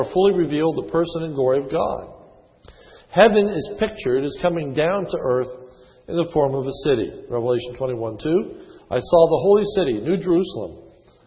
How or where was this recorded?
large echoing room